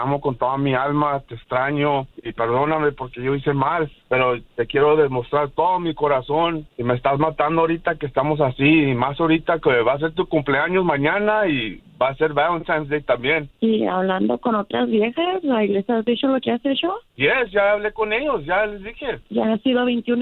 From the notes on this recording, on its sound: We opened up the phone lines. A listener asks for his wife's forgiveness on air.